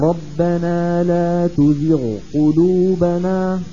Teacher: الغين لوحد والقاف لوحد وإن تقاربا، هذا ما ورد نهائيا إدغام الغين في القاف